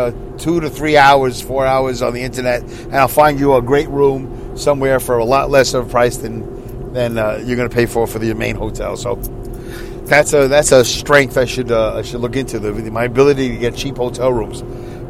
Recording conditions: inside a vehicle